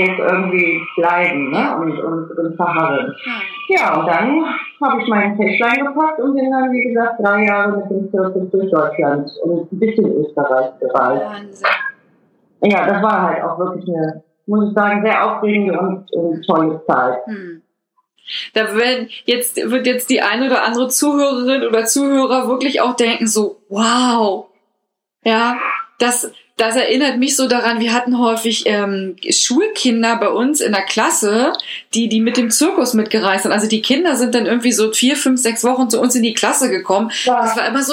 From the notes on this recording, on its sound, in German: Per Skype interviewt.